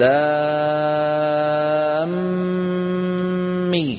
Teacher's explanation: تدغم الميم في الميم، نقول لام مي · Term: ادغام